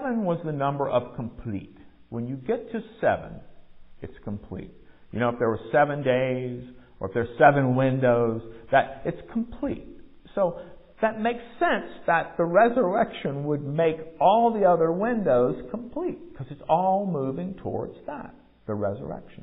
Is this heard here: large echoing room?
yes